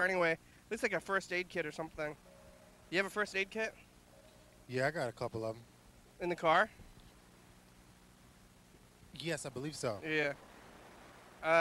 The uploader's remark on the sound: TCMoFA at the Armory. We sit outside on a couch under a tent with all the gear we brought and talk over the speaker system to each other. Sometimes we look into the museum but the camera cable doesn't go very far.